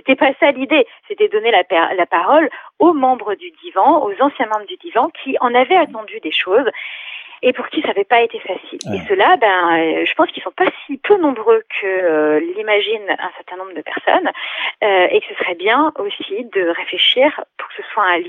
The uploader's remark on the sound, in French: Hélas à distance vu les circonstances et "l'urgence". Conversation par téléphone.